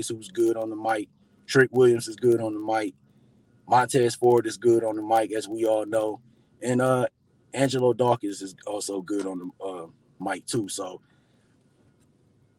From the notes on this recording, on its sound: I did this episode from my car